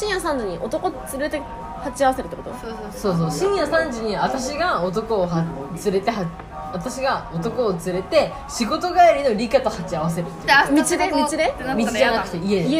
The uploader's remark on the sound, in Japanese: エンディング撮り忘れましたごめんなさい。ブツ切れしてます。収録場所が沖縄料理屋だったのでBGMは陽気な音楽が流れています。